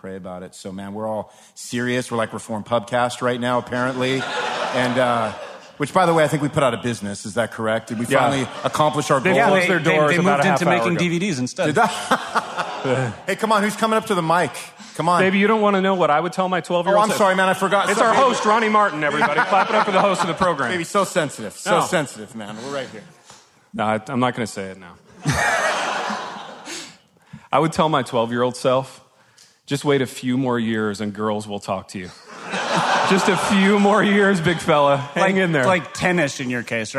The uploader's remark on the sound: It is the third of three episodes from Live in Louisville where they gathered with 80 of their closest friends for sheet cake, coffee, and decadence.